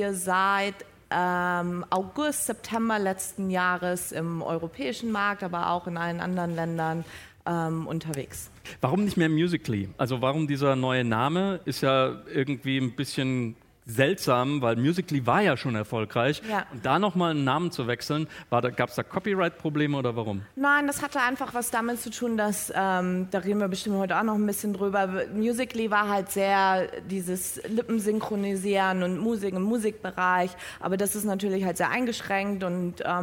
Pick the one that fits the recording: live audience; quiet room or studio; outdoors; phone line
live audience